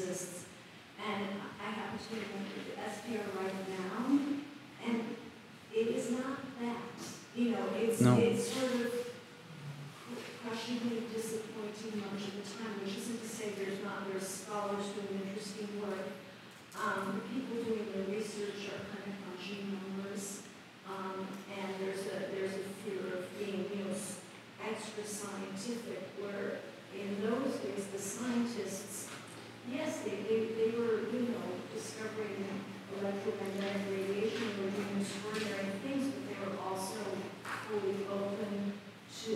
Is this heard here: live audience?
yes